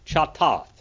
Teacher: At the end of it, we have a tau, but it's a soft tau, so it's a TH sound.